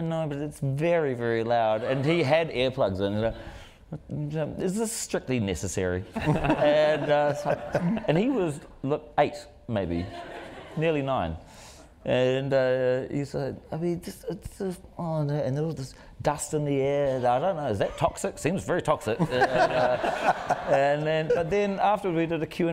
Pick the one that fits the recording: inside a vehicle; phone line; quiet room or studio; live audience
live audience